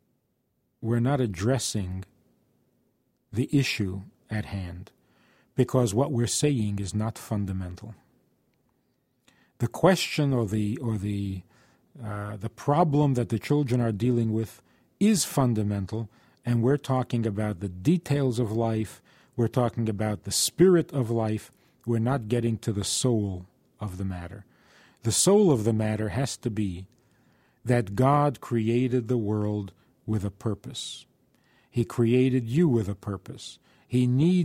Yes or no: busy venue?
no